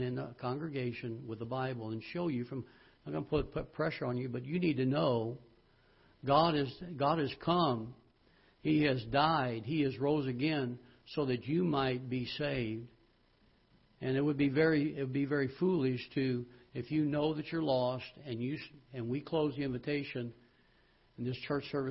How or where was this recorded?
large echoing room